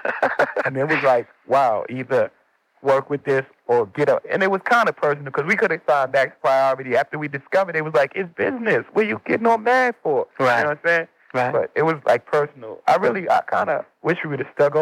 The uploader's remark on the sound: The recording is from a call-in interview from my famed Time Travel Radio show. Time Travel Radio was on the air on WNUR 89.3 Evanston-Chicago.